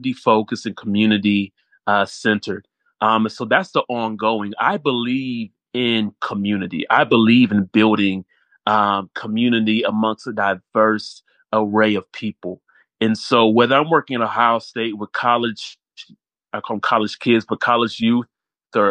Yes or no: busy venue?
no